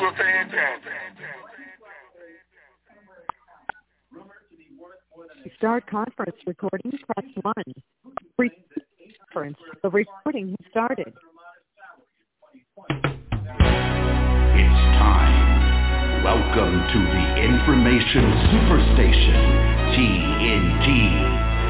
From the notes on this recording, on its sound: TNTSuperfantastic Conference Call.